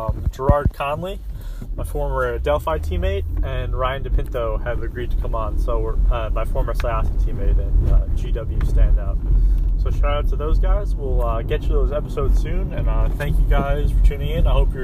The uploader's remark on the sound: Podcast in a Car